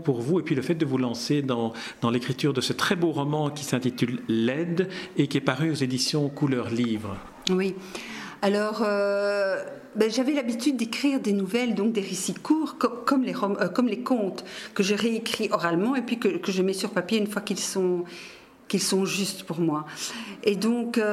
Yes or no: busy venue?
yes